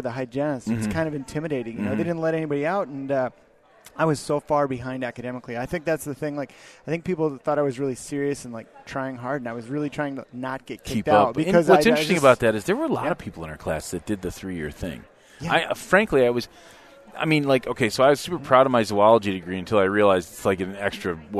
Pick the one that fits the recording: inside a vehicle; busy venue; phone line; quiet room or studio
busy venue